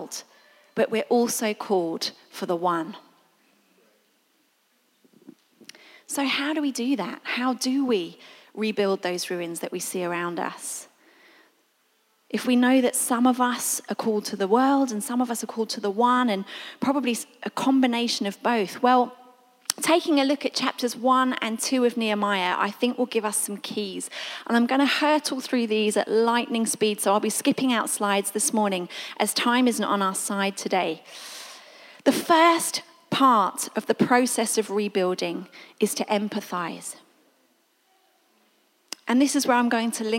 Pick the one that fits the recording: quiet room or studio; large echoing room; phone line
large echoing room